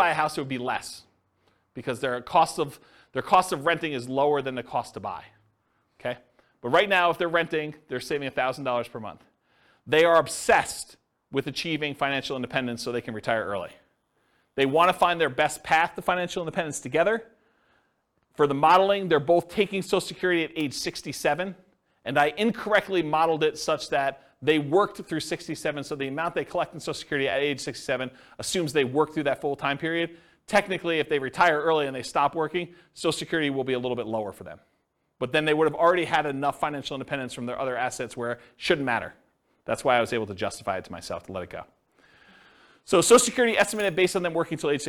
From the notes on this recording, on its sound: This was a live class recorded.